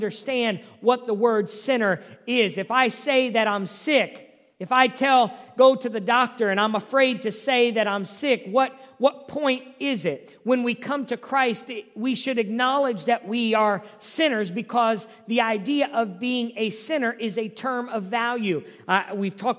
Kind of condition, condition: setting, large echoing room